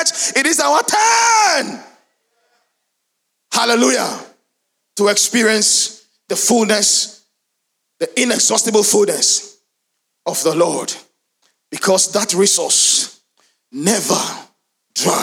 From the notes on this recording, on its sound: Sermon preached at CBC Shiashie Campus